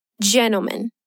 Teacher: Watch out for the pronunciation here. The stressed syllable is the first one.